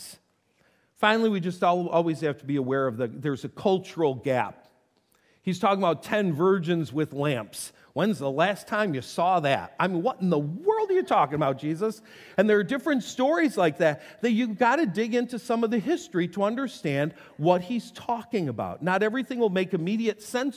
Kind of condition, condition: setting, large echoing room